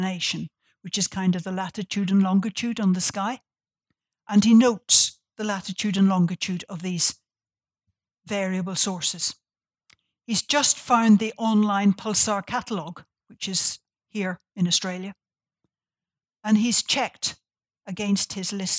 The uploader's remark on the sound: This talk was recorded on Tuesday 16 July, 2019 at the University of Sydney.